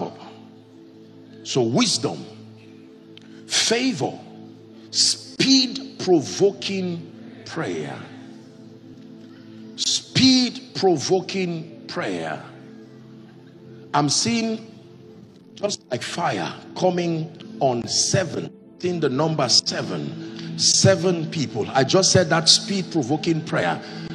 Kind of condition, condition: setting, large echoing room